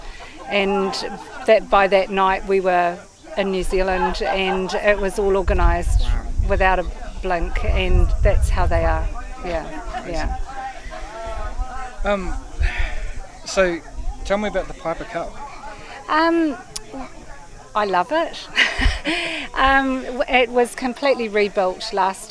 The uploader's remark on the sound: Recorded in the open air at Te Kowhai Aerodrome, Hamilton. Talks with three ladies at a Fly In of the New Zealand Association.